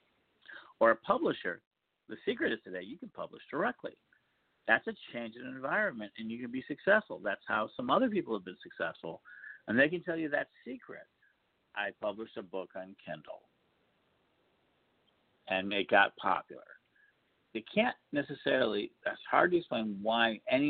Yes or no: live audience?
no